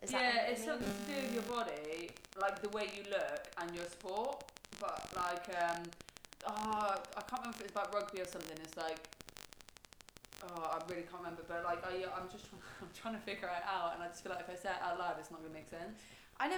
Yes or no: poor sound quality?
yes